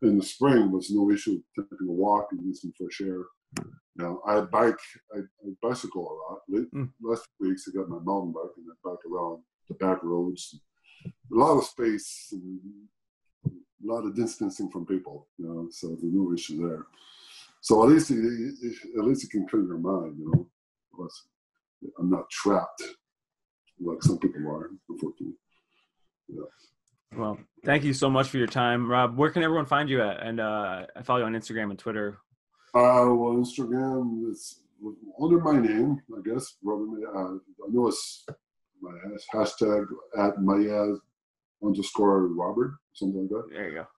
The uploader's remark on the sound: Recorded via Zoom